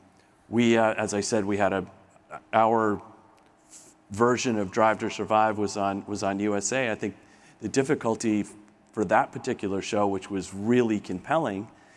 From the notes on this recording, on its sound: Today's podcast is from a panel I moderated at the 2023 MIT Sloan Sports Analytics Conference presented by ESPN.